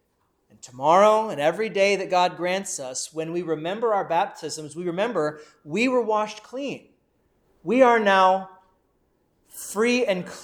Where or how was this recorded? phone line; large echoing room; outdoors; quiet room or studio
large echoing room